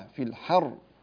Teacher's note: هنا في الحر الراء مفخمة لما نقف عليها، فلا تفخم الحاء، لا تقول في الحر حا، إنما حا في الحر، كذلك تحتاج إلى أن تنبر الراء في الحر حتى تخرج مشددة